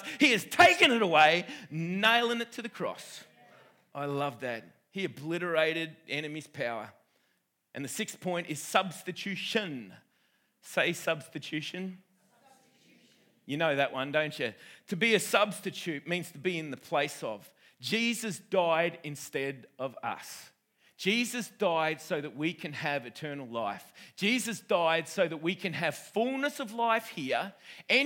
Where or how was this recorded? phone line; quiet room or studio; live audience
live audience